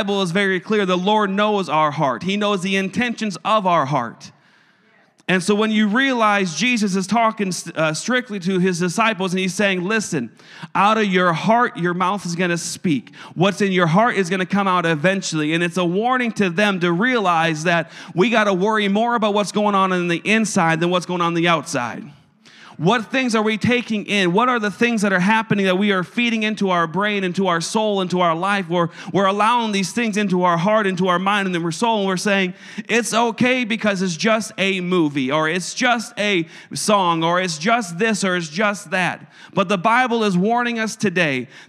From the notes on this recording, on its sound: a service recording from Connect Point UPC